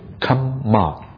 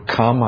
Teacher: the kamma is a double M, and it's pronounced as if kamma, twice. Kama is a long A sound